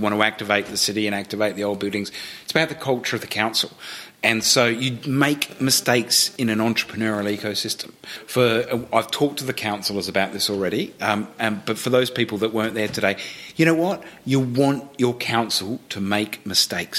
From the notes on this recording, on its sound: Explore the city of Maryborough in Queensland and have a conversation in front of a live audience of locals passionate about their city.